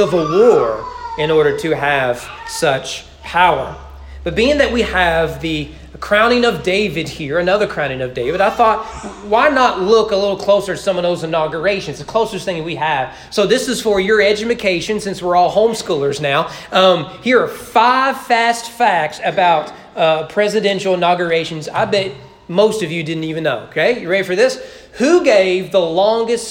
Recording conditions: large echoing room